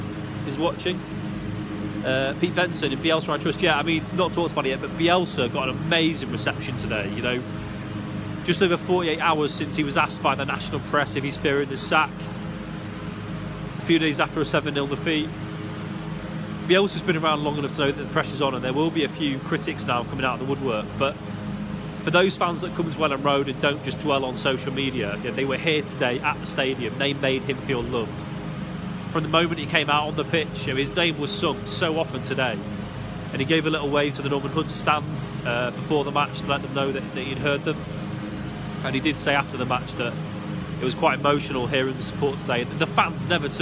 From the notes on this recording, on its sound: Live in the ground with another post-pod as Leeds lose out to Arsenal.